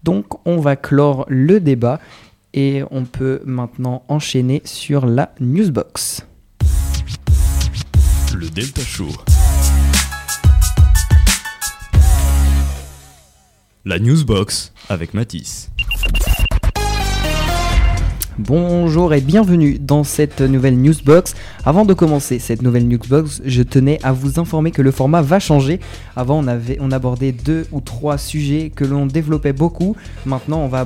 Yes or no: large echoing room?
no